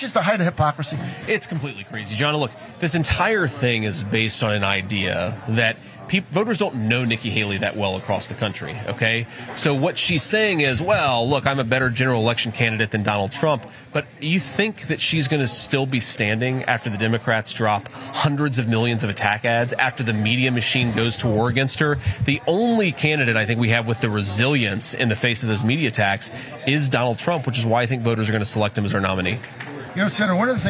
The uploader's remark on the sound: Live From The MAGA Bus Tour